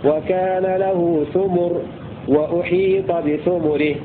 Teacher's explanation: وقرأ الباقون بضم التاء والميم في الموضعين